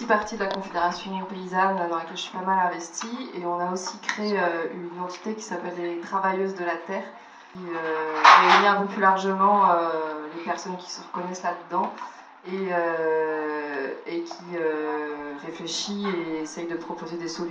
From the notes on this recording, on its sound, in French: Cet épisode a été enregistré lors de la Fête du Champ à l’Assiette, organisée par la Basse Cour le 9 septembre 2023 à Rennes.